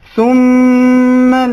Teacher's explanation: ثم چونکہ میم مشدد ہے اس کو تھوڑا دیر تک ہم کھینچیں گے